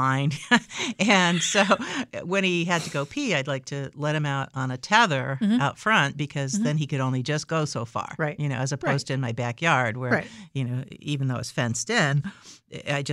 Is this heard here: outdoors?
no